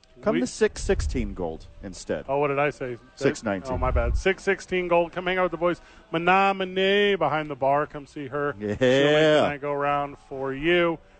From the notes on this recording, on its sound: Live from Safe House for "re-opening".